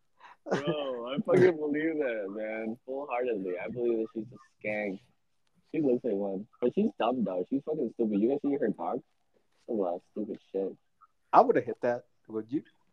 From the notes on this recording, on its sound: Sorry for the bad audio issues